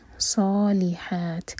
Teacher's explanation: صاد heavy letter ہے، منہ بھر کر پڑھیں گے دو حرکہ لمبا، مد تبعی، صالحات.